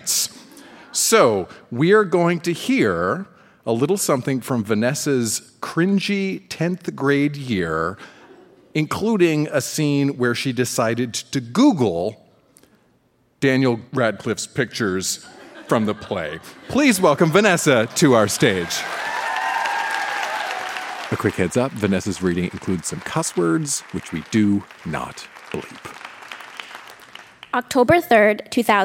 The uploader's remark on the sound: Recorded live at the Arden Theatre in St.